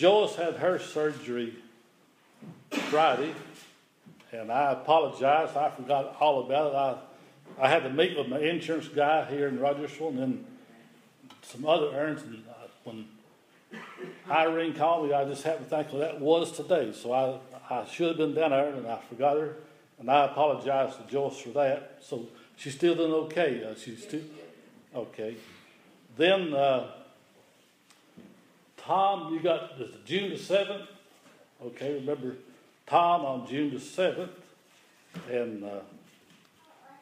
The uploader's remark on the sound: The following is an audio recording of the Sunday Worship Service at Persia United Methodist Church in Rogersville, TN.